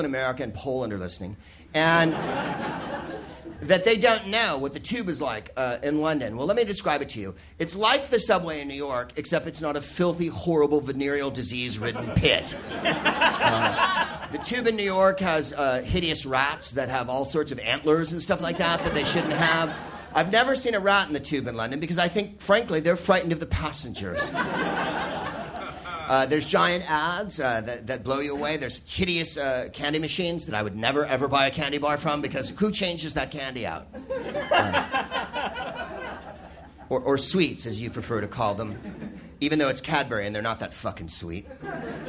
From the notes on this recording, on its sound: Live from the Soho Theatre in London